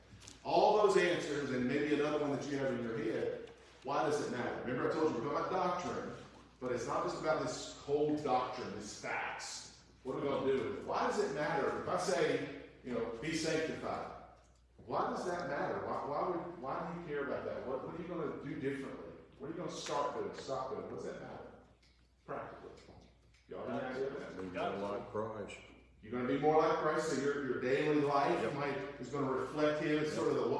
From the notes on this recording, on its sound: Warning: poor audio quality!